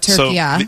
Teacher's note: It's a short A at the end, not the long A.